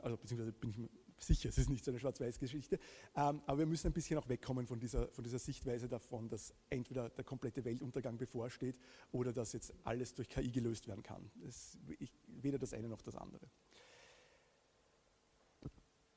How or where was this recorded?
live audience